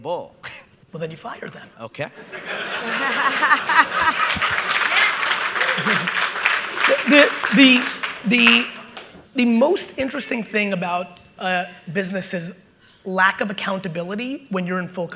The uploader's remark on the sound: BUILD IT Keynote 2021. Today's episode is from a killer keynote I gave in New Jersey recently!